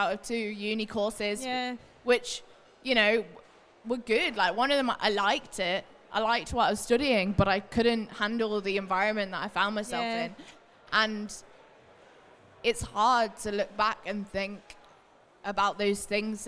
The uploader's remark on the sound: Today’s setting is slightly different from our previous ones, we’re sat on stage at Manchester Coffee Festival with a live audience while this is being recorded.